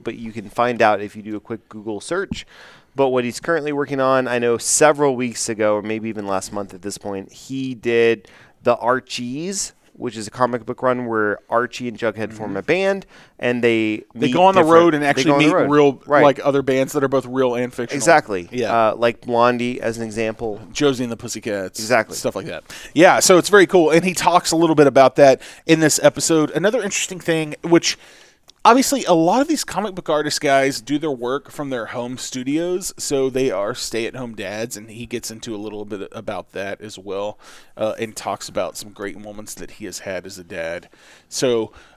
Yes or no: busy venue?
yes